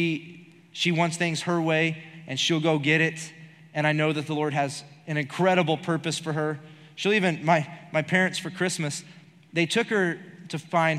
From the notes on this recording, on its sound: Recorded live during our Wednesday night service.